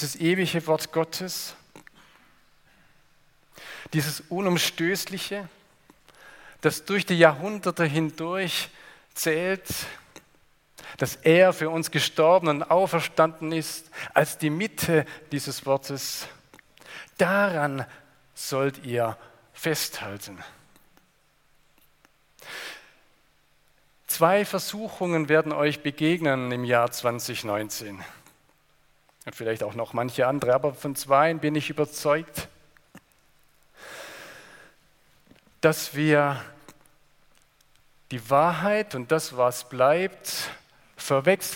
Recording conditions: large echoing room